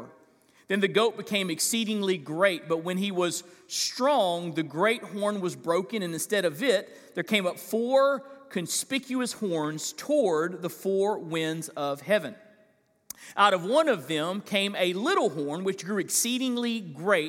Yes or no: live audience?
yes